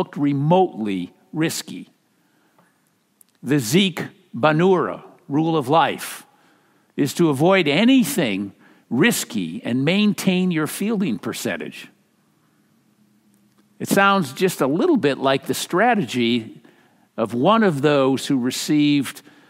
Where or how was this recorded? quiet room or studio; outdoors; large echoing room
large echoing room